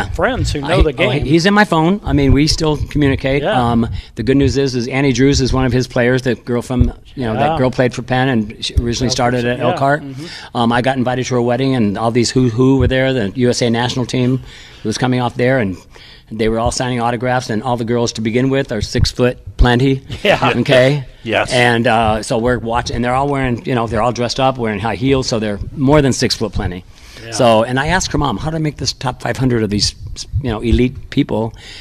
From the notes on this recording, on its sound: live from Monterrey Mexican Grill on McKinley Road in Mishawaka